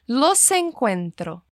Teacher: Assim, o som do S se une ao do E e se fala C.